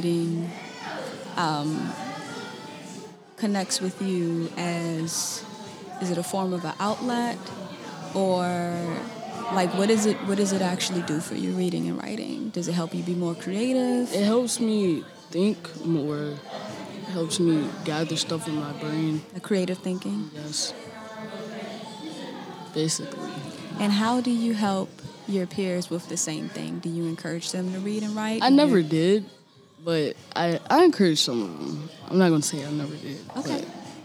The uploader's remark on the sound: Interviews happened onsite at the Washington DC Metropolitan Police Department during the annual community Book Bash event.